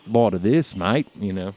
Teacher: It's kind of more of a stuffed nose kind of thing with the Australian accent.